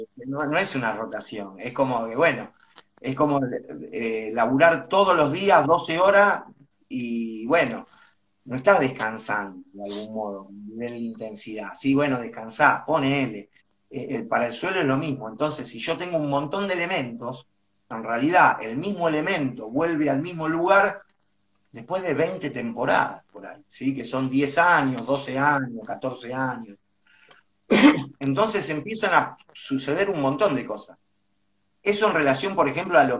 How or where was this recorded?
video call